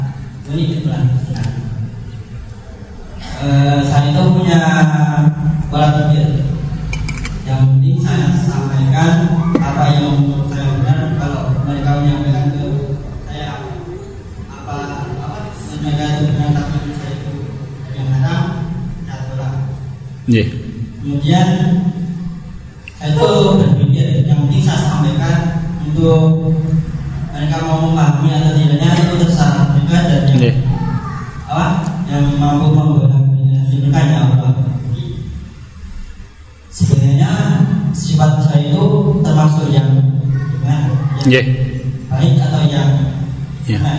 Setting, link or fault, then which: setting, live audience